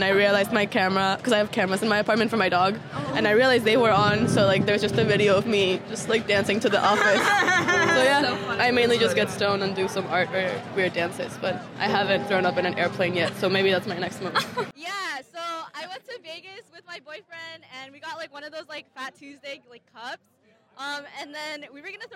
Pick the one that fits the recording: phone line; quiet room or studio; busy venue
busy venue